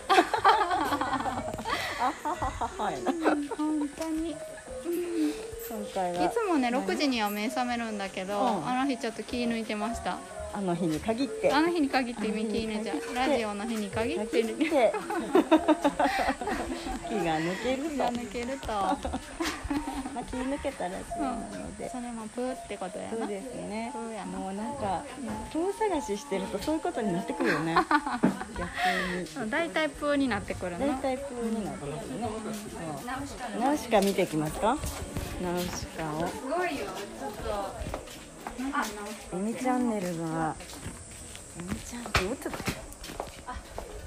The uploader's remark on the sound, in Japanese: ガムラン練習現場に潜入！